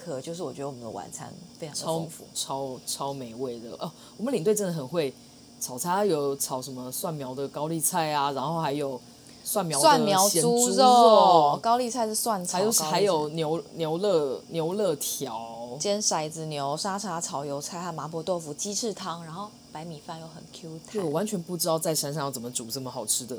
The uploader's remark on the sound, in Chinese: 本週我們使用了新到貨的dji大疆無線麥克風錄音，殊不知仍無法避開轟隆隆的老舊冷氣運轉聲，請聽友們多多海涵囉。